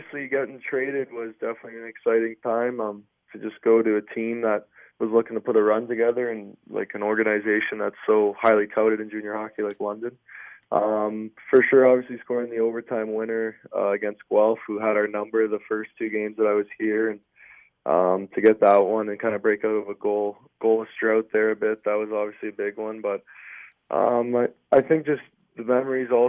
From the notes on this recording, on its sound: chat over the phone